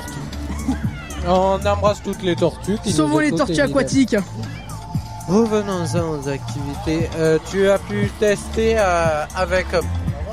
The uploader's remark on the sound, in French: en direct de "Jeunesse en fête"